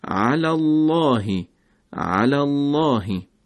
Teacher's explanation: قبل از کلمه الله علامت فتحه هست و باعث میشه لام در کلمه الله درشت و پرحجم بشه